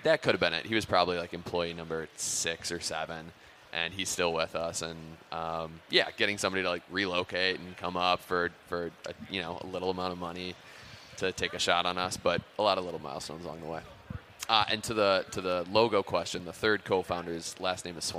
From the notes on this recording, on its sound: The Break80 Podcast is back on stage at the Minnesota convention center for another year live from the Minnesota Golf Show